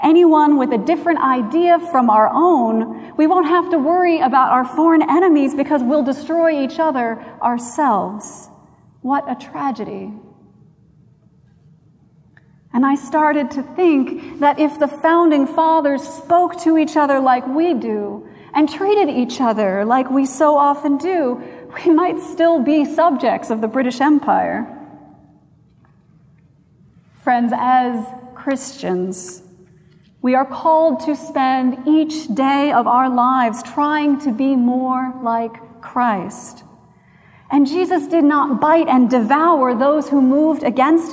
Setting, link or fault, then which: setting, large echoing room